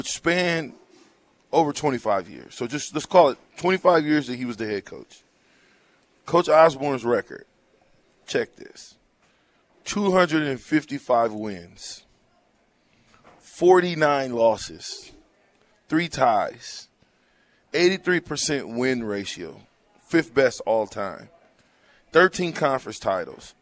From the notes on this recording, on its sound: Live from WingStop